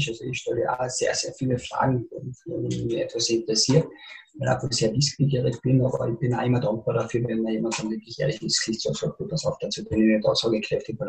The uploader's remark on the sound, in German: Im Zoom-Interview